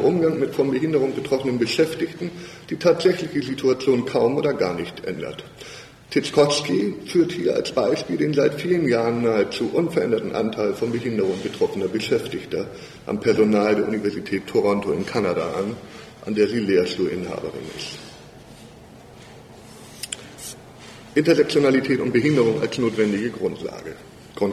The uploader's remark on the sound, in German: Vortragsdokumentation der Tagung "Univision 2020 - Ein Lehrhaus für alle!" des Disability Studies (ZeDiS).